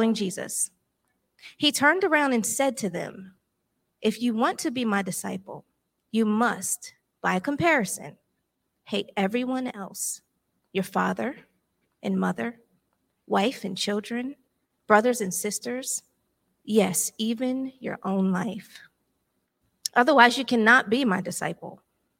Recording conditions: large echoing room